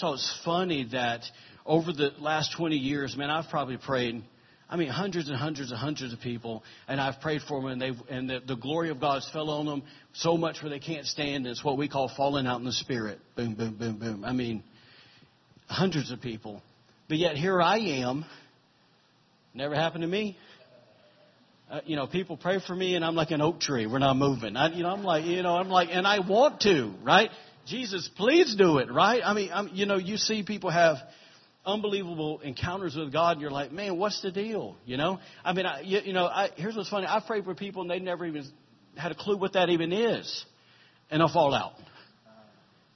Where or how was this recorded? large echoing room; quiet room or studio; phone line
large echoing room